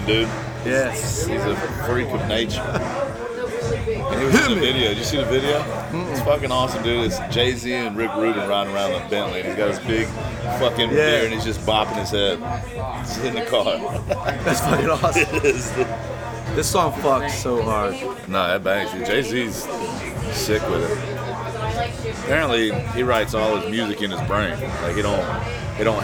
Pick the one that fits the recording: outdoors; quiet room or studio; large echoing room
outdoors